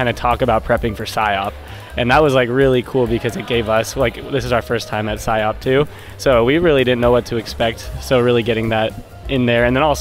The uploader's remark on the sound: A Marathon of Conferencing at SIOP 2023. Interviews attendees and presenters at the 2023 Annual Conference of the Society for Industrial and Organizational Psychology, held in Boston.